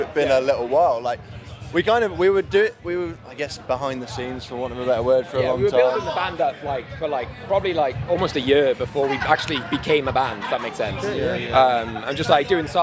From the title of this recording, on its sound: Episode 74 at SlamDunk Festival